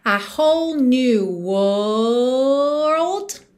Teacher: Aqui o segredo é você sustentar a vogal e deixar para fazer aquela finalização de RLD no final.